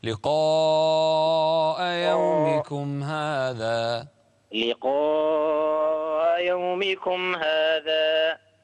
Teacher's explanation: المد عندك طويل حاول أن تلتزم بمقداره 4 حركات